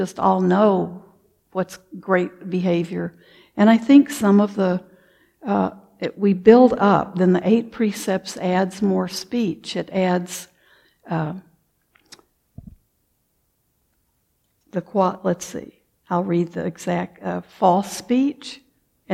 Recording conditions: large echoing room